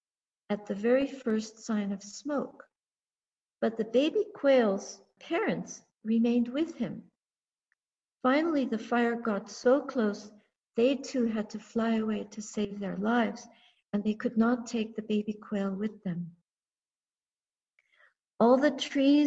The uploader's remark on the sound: A talk given in a Toronto Theravada Buddhist Community (TBC) zoom during the COVID-19 pandemic.